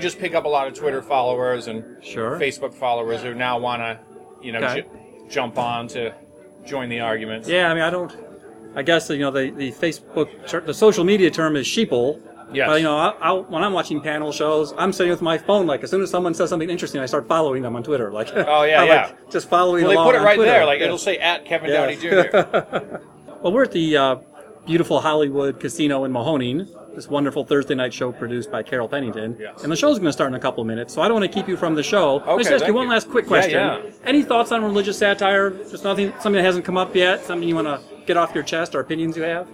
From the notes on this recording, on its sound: We were at the Hollywood Casino in Mahoning Ohio, and that explains the background noise you hear.